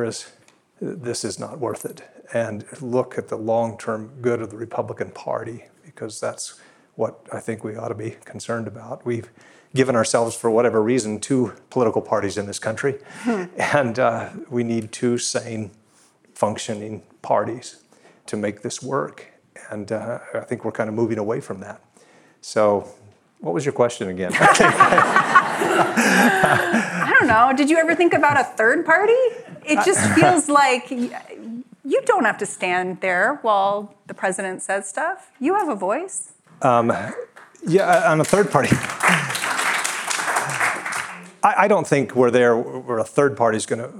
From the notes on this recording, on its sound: This conversation was recorded live at the Texas Tribune Festival in Austin, TX.